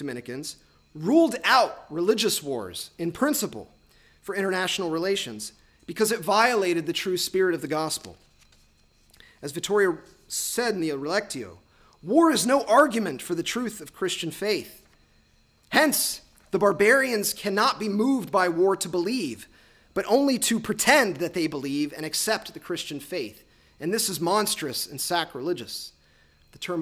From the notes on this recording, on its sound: lectures on April 5, 2018 at the University of Chicago's Swift Hall